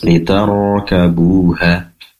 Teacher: pastikan ro sukun yang didahului oleh fathah ini ditebalkan dengan cara mengangkat pangkal lidah ke atas